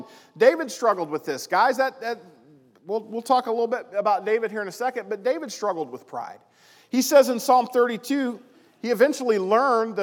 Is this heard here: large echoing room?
yes